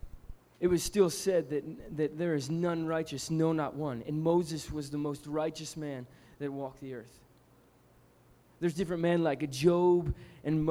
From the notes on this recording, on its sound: Recorded at Rhema Camp 07.